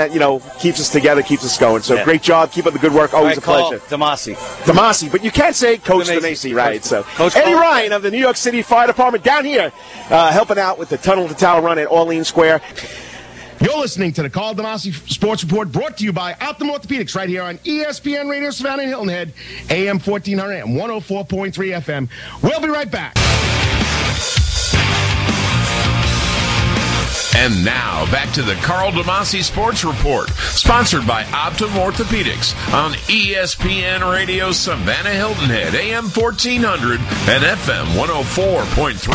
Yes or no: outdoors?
yes